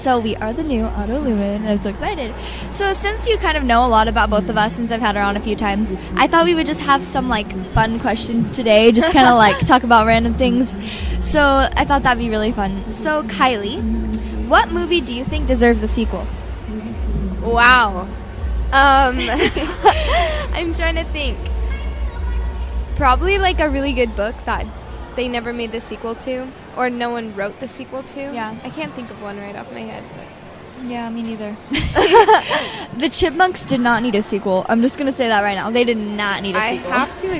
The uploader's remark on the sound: This episode was recorded live on location in Scottsdale fashion square.